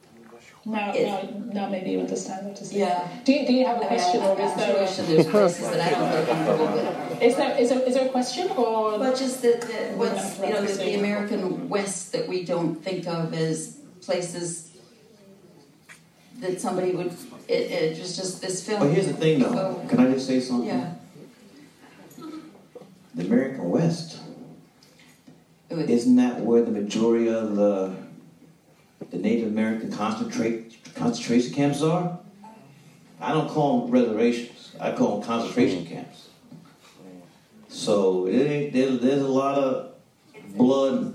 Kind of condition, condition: setting, live audience